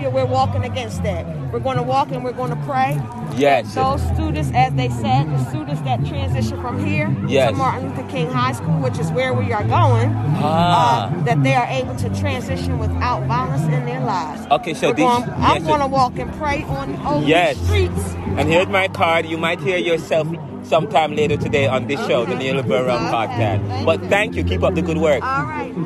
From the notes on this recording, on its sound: Broadcasting Live from the “Stop The Violence March in Philadelphia Pennsylvania. We started at Roosevelt Middle-school on Tulpehocken street and ended at MLK High School on Stenton Avenue Philadelphia, where the March turned into a Fair with hundreds of city residents and professionals, young and old, police and politicians and political.